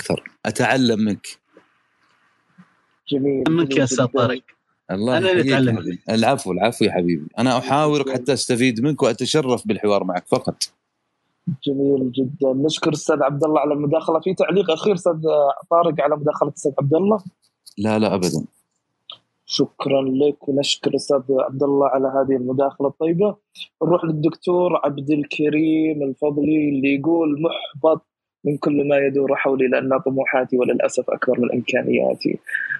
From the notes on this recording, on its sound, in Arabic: تسجيل لمساحة ابن رشد الأسبوعية على منصة تويتر.